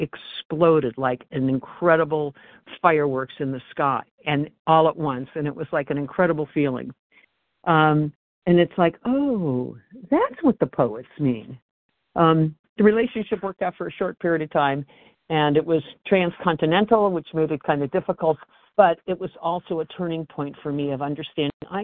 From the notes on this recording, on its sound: Phone Meeting, 12/28/23.